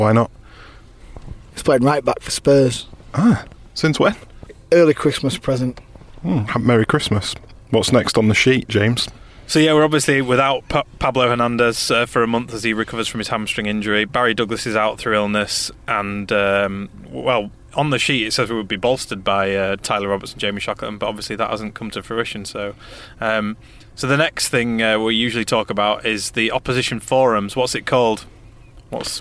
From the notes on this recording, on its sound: sit in a carpark near Elland Road